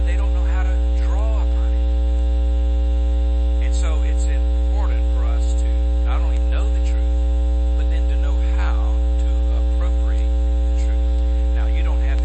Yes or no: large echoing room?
yes